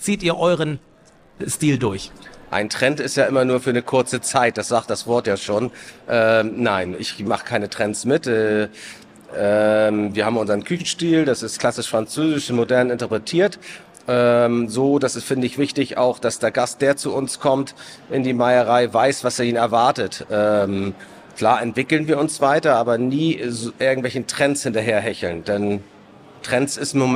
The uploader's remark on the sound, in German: Live-Talk von der Nord Gastro 2024